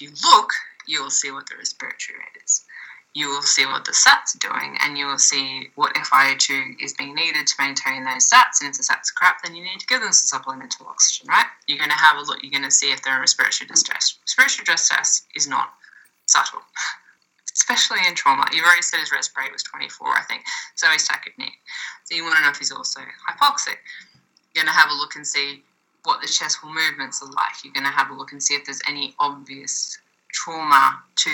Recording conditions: poor sound quality